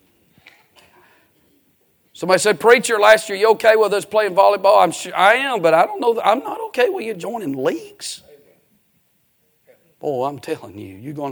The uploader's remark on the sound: A sermon preached Sunday Morning, on May 14, 2023.